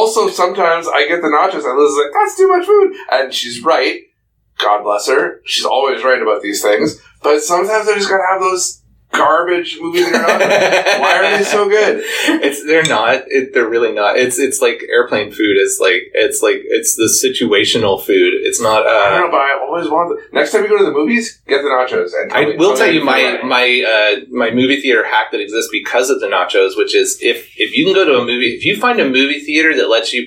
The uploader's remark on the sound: with apologies for sound quality issues...